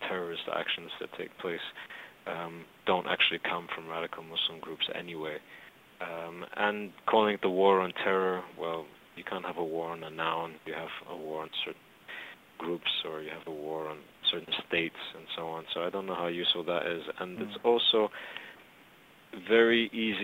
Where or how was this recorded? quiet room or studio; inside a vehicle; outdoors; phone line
phone line